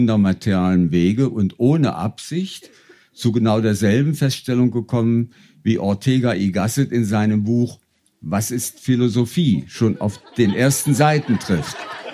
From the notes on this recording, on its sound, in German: Im Kulturhaus Insel der Jugend, Berlin. Heißen Dank an das Kulturhaus Insel, unser tolles Publikum.